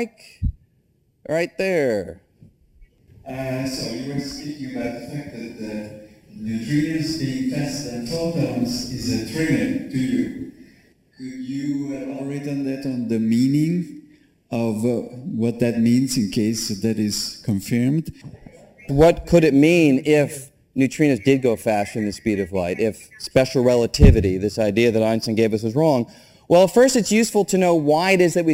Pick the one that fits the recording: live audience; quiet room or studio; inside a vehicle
live audience